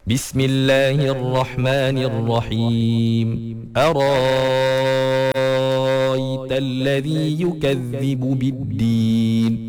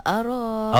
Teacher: Yang ketiga, kita ada Ibdal. Ibdal maknanya dia tukarkan Hamzah tu jadi Alif.